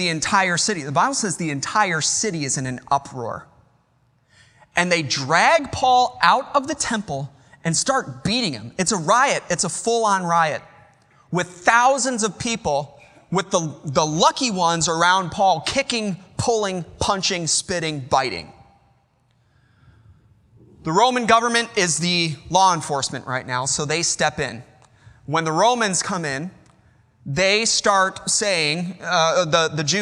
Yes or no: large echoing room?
yes